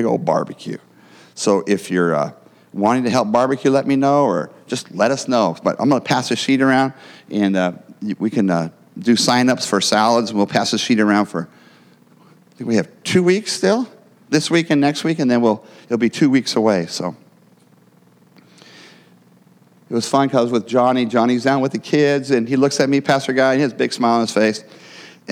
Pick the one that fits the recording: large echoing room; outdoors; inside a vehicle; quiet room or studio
large echoing room